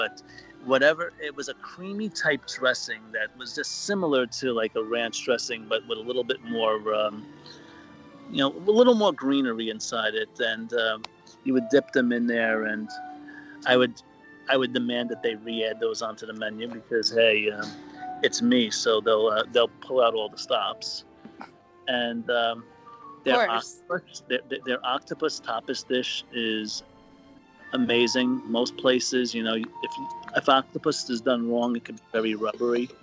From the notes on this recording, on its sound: Recording live from EPCOT's World Showcase Promenade.